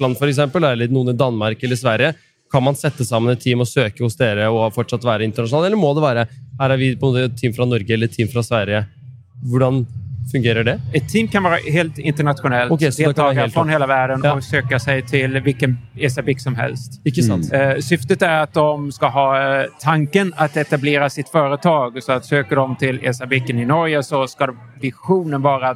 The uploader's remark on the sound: S4 EXPO LIVE